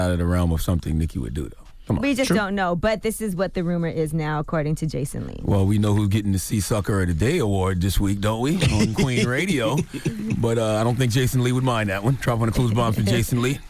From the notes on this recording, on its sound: Today on the show we opened up the phone lines to see what our listeners thought.